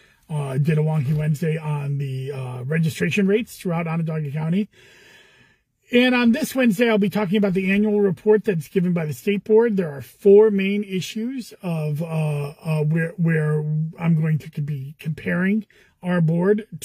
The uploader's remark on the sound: Commissioner in a Car